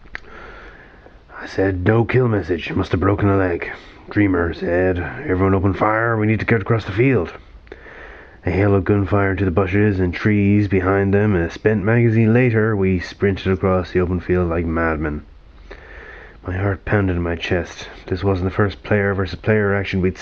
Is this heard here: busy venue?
no